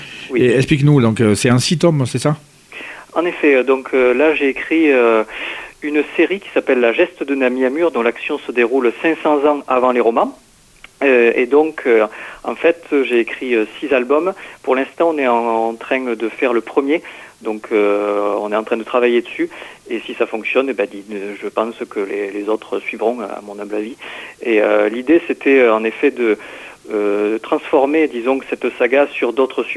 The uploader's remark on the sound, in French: Reçoit par téléphone le romancier.